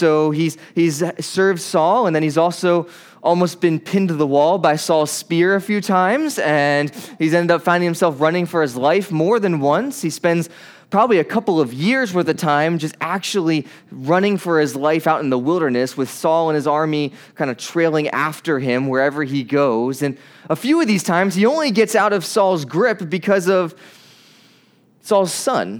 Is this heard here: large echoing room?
yes